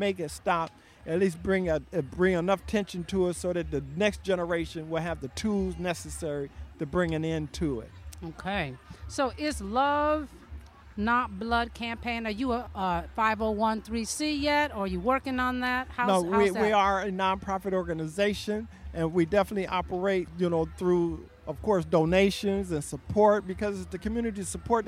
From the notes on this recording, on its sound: Malcolm X Jazz Arts Festival. Interviews recorded at the festival by First Voice apprentices. Live music performances recorded at the festival.